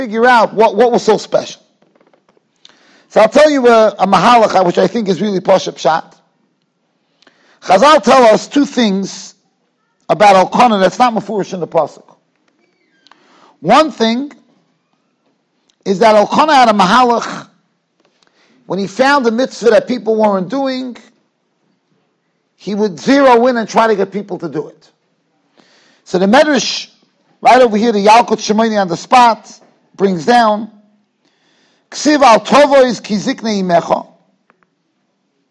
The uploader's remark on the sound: Shiur recorded in Yeshivas Ohr Reuven, Monsey, NY.